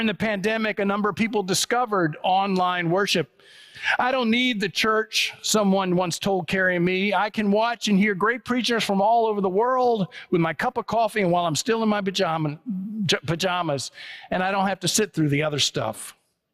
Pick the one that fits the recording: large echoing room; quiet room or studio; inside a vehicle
large echoing room